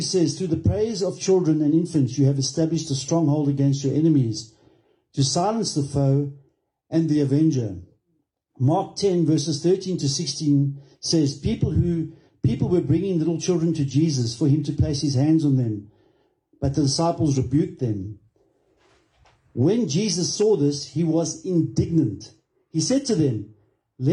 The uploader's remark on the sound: Recorded Sunday, 05 March 2023 at Love Beyond in Harveston.